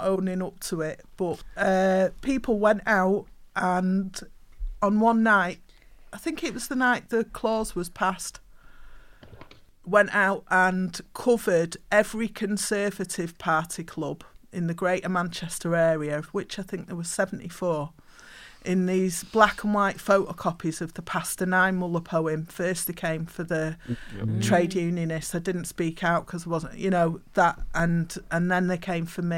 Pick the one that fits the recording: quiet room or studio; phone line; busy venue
quiet room or studio